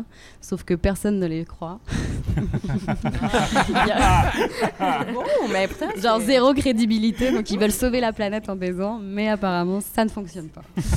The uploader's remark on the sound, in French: Devant le public du Yïsst.